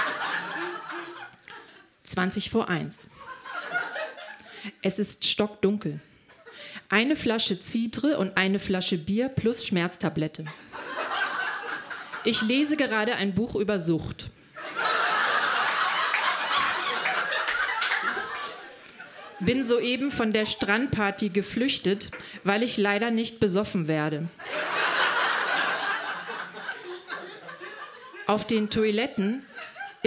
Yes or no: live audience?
yes